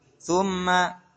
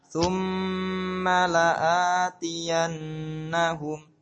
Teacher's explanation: Mim tasdid sama ditahan. · Shown in: second take